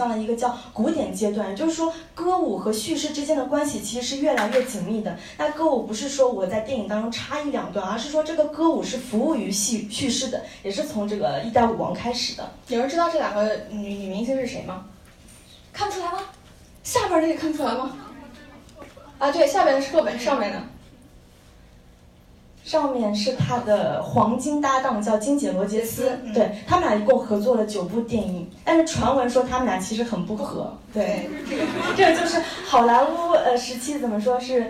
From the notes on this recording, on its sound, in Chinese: 本期节目为《电影聊养院》线下讲座